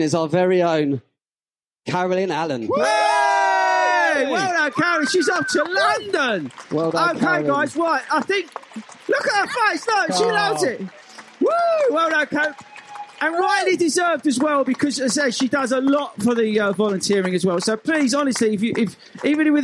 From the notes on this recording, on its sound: In this special edition we head to the National Running Show 2023 for our first ever LIVE show in front of a packed audience! This was an epic live session.